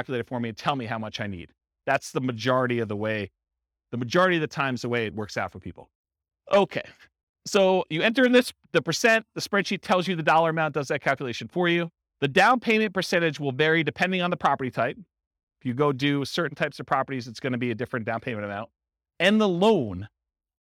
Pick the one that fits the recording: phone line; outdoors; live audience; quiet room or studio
live audience